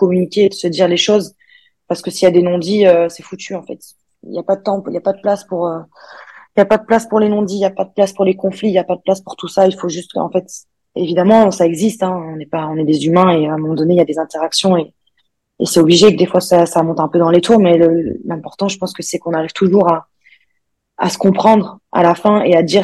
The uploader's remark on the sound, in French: Ce dixième épisode a été tourné via Zoom, l'invité étant en vacances à ce moment.